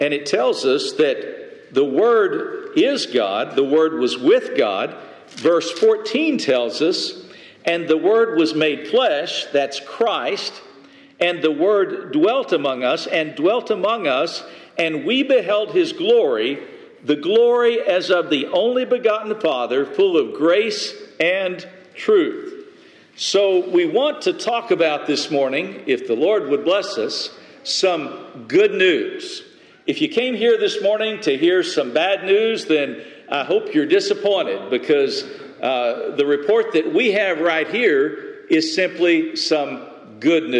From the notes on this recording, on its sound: Message delivered Sunday, June 18, 2023 at Mt Carmel Primitive Baptist Church, Bel Air